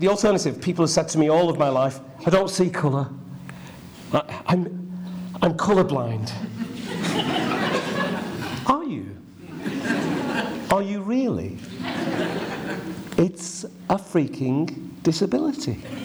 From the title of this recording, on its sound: CMC 2016 - Opening Keynote